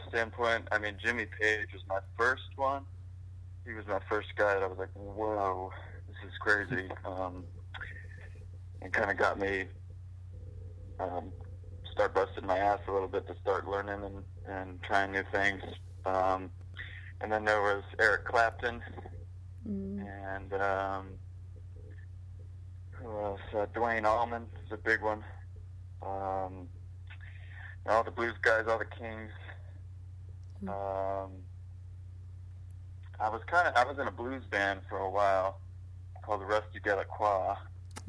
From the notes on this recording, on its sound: Interview via phone.